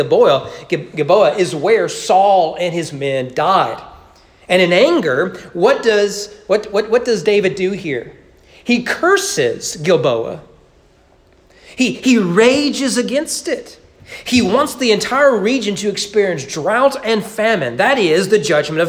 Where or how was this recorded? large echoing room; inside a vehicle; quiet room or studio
large echoing room